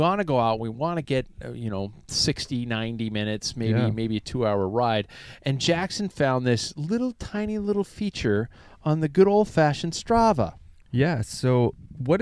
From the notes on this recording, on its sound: The Packfiller - On The Road. Well, we are definitely roughing out this episode. From the Packfiller Mobile Studio (it is actually an RV), with a few glitches that came along the way.